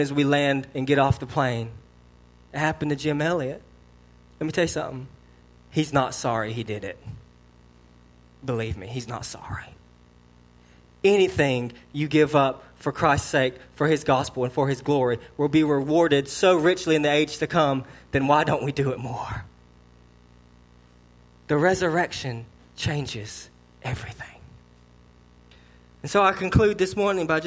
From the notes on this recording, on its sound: sermon delivered to Cottondale Baptist Church on Easter Sunday, 4/21/19 AM.